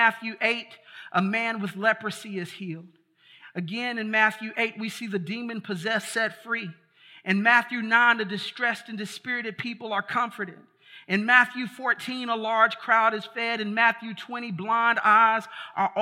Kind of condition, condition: setting, large echoing room